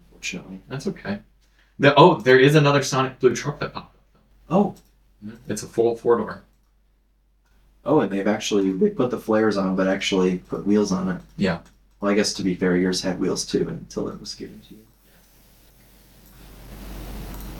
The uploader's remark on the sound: The normal podcast mics decided not to record this episode. Thankfully the backup audio came through.